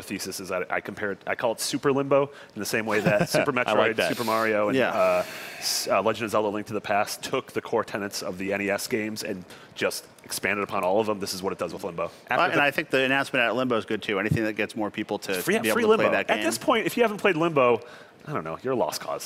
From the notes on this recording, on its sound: Aired live at E3 2016. This was our live reactions to everything that had just happened at the Xbox press conference.